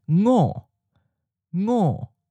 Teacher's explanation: Notice that it begins with a ng nasal sound that we don't have at the beginning of words in English, but it does end words like the word sing.